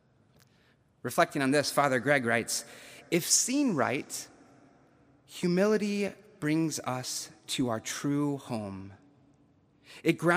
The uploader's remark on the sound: September 19, 2021, at Duke University Chapel